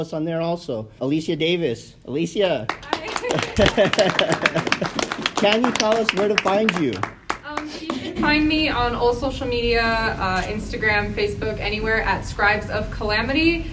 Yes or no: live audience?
yes